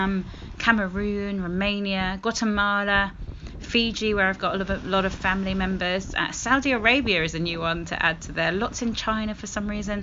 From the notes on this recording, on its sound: Live from a beach bed on the coast of Andalucia, Spain. There's even some singing.